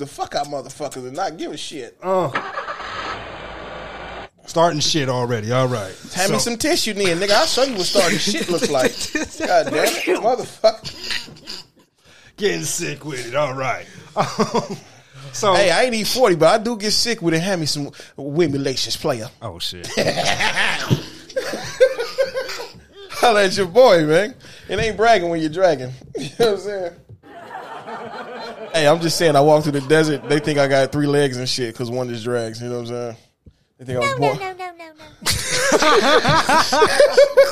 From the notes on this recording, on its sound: Had to take the young one on the ride with a mic